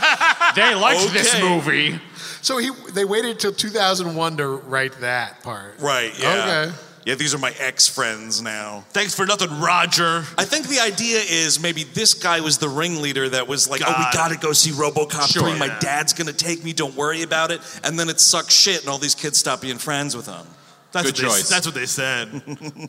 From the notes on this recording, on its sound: Recorded live at the Majestic Theatre. In Detroit, MI.